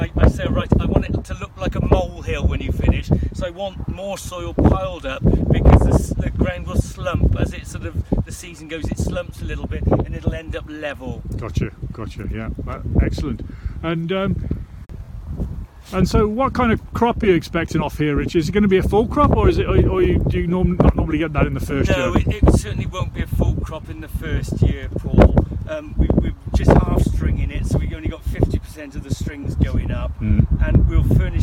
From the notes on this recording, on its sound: Warning, contains wind noise.